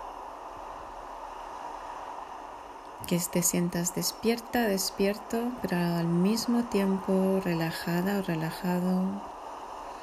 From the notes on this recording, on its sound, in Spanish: Con sonido de olas de fondo.